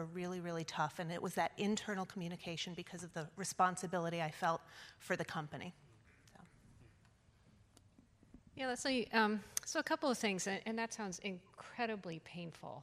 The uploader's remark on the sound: In this session, recorded at CMO Summit 2022, seasoned CMOs share their best practices.